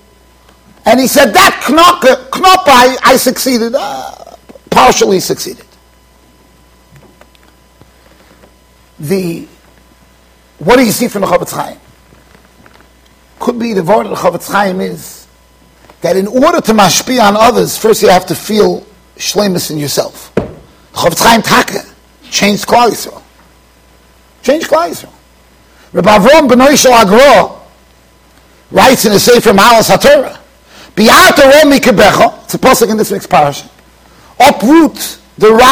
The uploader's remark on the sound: Shiur recorded in Yeshivas Ohr Reuven, Monsey NY.